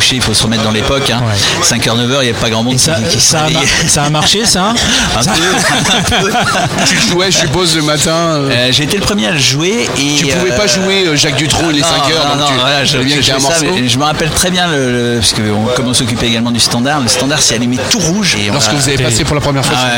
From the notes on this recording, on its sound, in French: Podcast En direct du Dock B à Pantin